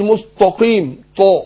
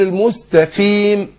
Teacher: والقاف مكسورة تاخد ادنى درجات تفخيم · Shown in: second take